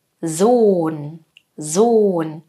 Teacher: Das O ist lang in diesem Wort. Die Lippen sind hier ganz stark gespannt.